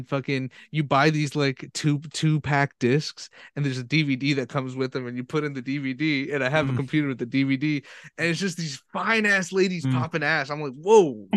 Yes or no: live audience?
no